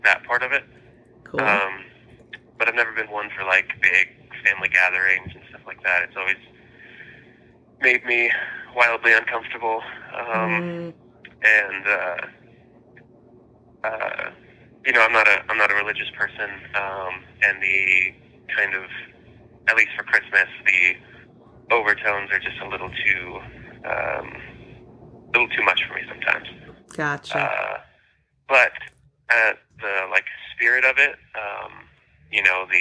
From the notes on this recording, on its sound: Phone interview. Incarcerated friend.